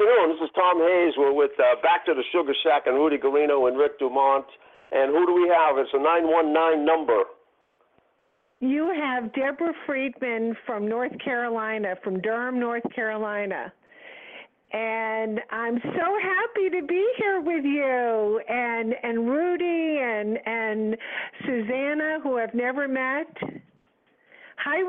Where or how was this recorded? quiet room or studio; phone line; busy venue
phone line